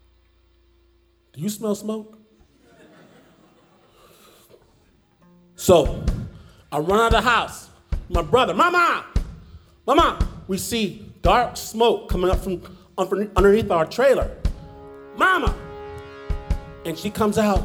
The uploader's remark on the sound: Performed live in Portland at Revolution Hall.